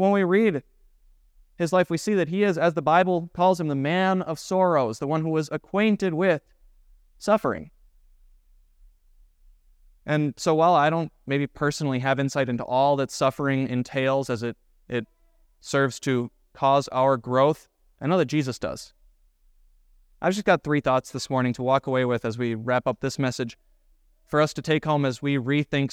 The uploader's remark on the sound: was preached at Grace of God Lutheran Church